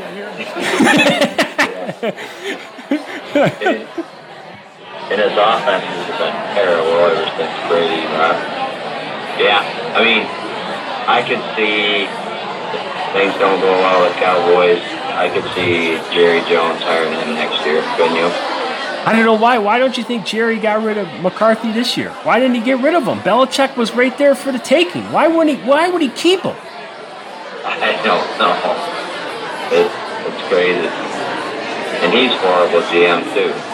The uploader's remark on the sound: Live at The Superbowl